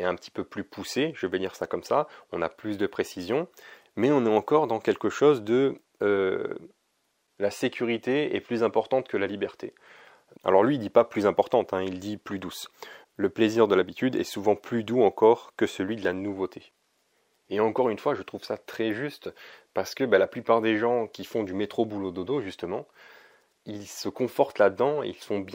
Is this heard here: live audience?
no